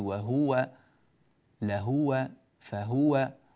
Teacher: فإن ورشا رحمه الله يضم الهاء من كلمة هو